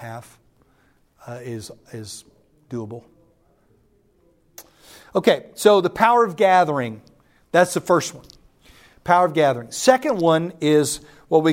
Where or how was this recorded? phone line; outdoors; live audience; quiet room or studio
live audience